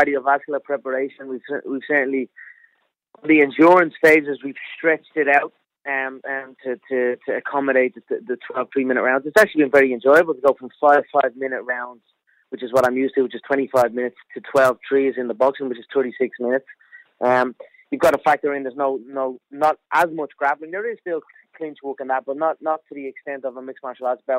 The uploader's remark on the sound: on a conference call